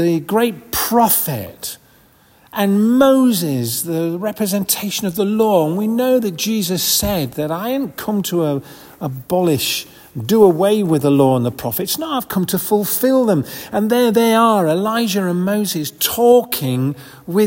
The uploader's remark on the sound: This audio recording was taken at the 10:30 Communion Service, on February 11th 2024 in St Margaret's Church, Hawes. This audio recording was taken at the 10:30 Communion Service, on February 11th 2024 in St Margaret's Church, Hawes.